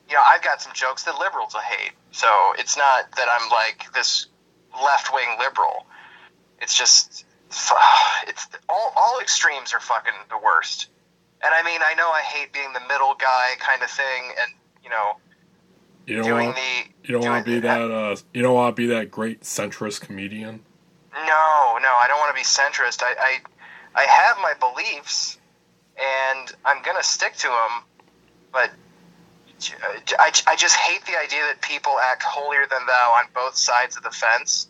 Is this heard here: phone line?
yes